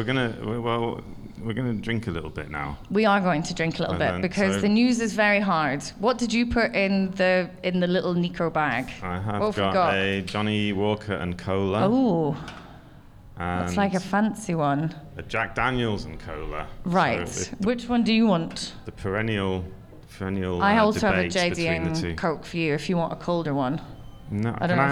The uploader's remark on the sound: goes live from Hotel Selina in Mitte